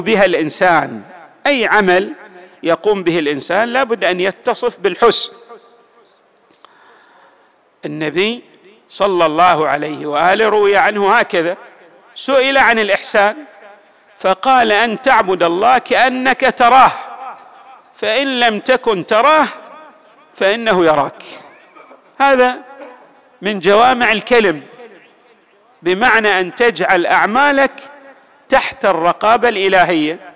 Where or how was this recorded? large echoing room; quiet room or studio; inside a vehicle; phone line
large echoing room